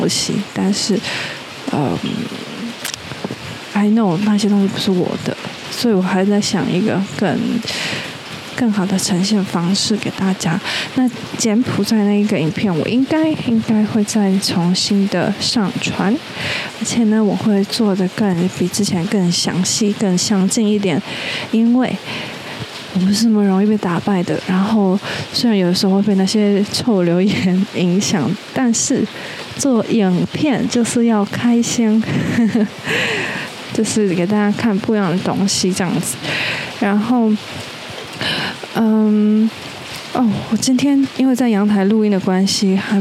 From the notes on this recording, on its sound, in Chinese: 今天在陽台錄音，背景有點吵，抱歉。